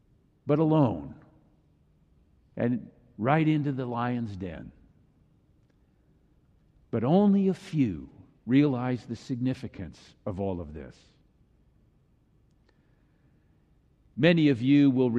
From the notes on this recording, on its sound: Palm Sunday message delivered during the Traditional Worship service.